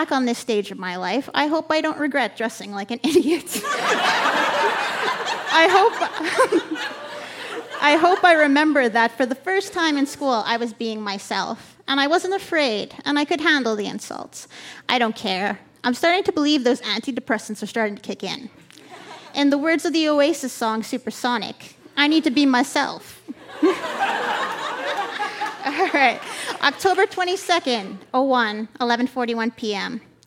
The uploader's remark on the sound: Recorded live at the Park Theatre in Winnipeg, MB.